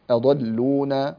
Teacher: هؤلاء يضلون هذا في حالة القراءة وصلا، لكن إذا أردت أن تبتدئ بقولك أضلون فإنك تحقق الهمزة